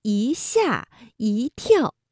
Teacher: 如果是在去声字之前呢，这个一要变成阳平